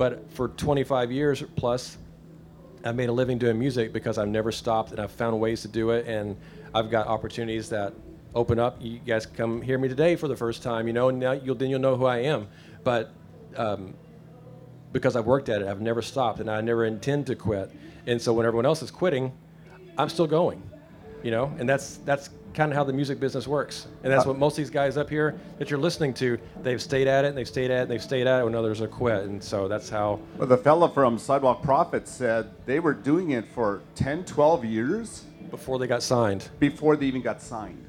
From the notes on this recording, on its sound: This week I’m talking with a live audience at Lifest in Osh Kosh, WI. Answering questions from the audience.